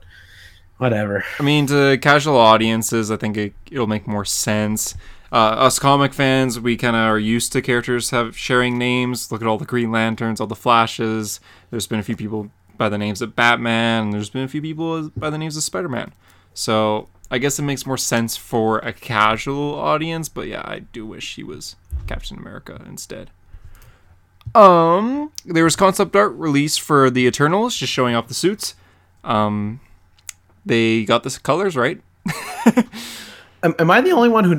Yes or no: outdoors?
no